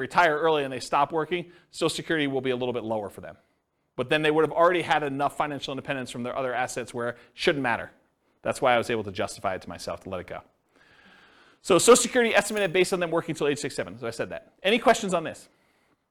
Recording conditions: live audience